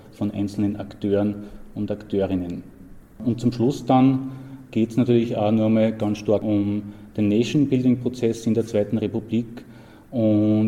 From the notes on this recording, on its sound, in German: Der Vortragsmitschnitt musste von mir für die Wiedergabe gekürzt werden